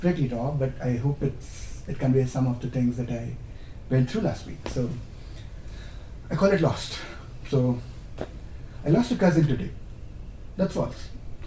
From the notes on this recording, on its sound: Stories and poetry from the UC PostGrad Students Association Open Mic Event